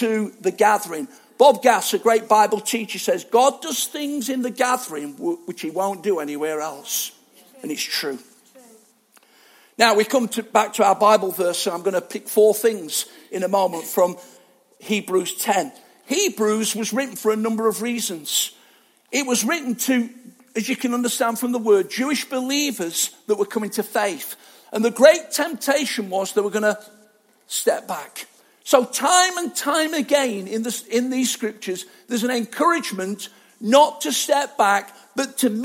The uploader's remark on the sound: Arena Church Ilkeston